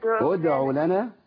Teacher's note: ادع لنا نبدأ بهمزة مضمومة بقى. ادع لنا وبرضه مش ادع لنا لما نضمش الدال.